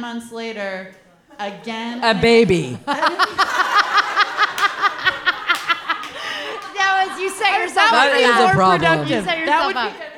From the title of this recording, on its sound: Live From Kelly's Olympian